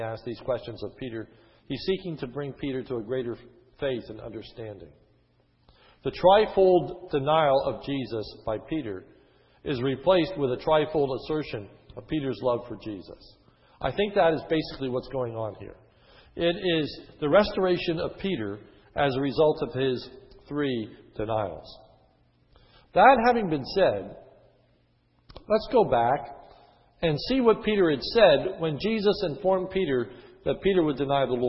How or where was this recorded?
large echoing room